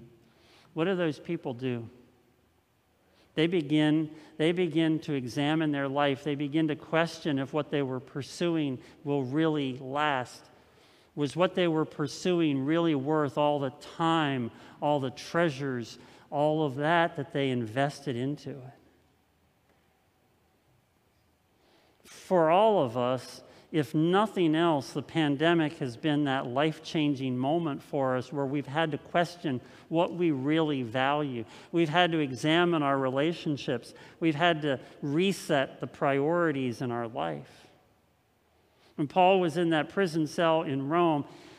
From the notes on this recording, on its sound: At Linglestown Life Church in Harrisburg PA.